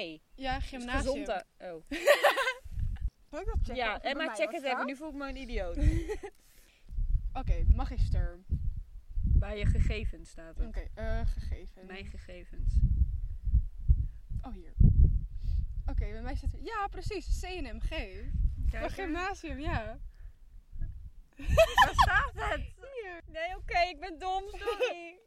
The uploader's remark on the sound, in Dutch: Er is veel wind waardoor het geluid af en toe erg slecht wordt